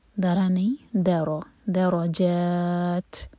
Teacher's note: دال لائٹ، بیچ میں رو ہیوی، درا نہیں، درو، درو جات، اور جا چار حرکا کھینچیں گے، یہاں رک رہے ہیں، اور تا پر جب رکیں گے تو تا پر ہمس کی جائے گی، یعنی کہ سانس جاری رکھا جائے گا.